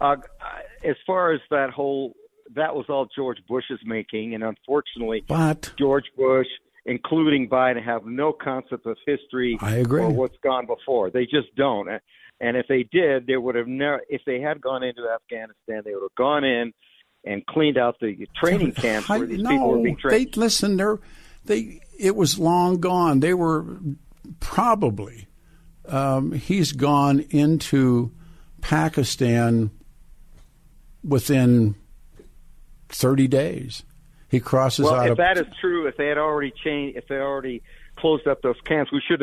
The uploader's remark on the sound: open phones lines this hour